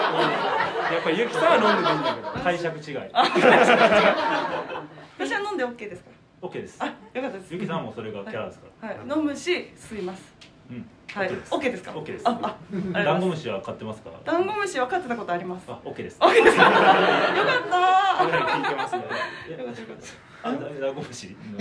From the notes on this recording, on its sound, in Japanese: 都トム船公開収録の回。都会のトムソーヤ企画のいくきゅうラジオ公開収録の回です。お客様の拍手や歓声が出演しています。